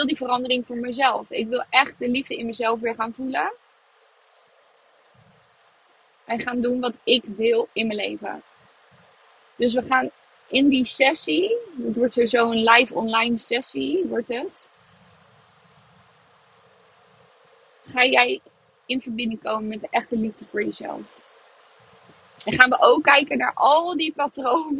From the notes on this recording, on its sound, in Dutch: Deze podcast opgenomen vanuit de auto.